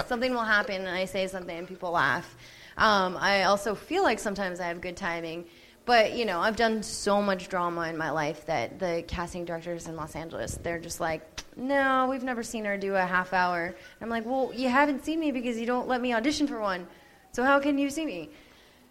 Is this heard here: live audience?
yes